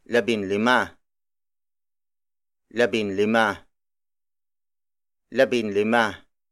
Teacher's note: the ng in labing is dropped and replaced by n